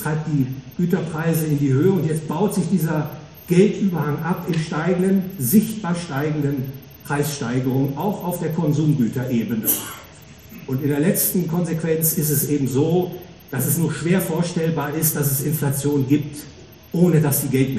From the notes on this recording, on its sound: Gehalten auf der "World of Value". Frankfurt a.